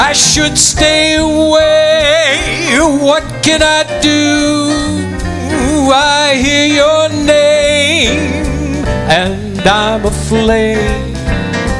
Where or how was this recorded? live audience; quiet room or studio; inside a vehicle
live audience